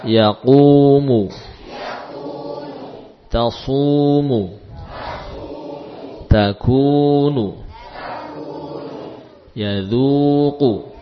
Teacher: Mad tabi'i pada dhammah ya. Bila ada harokat dhammah diikuti wawu, maka harokat tersebut juga menjadi panjang ya, dua kalinya.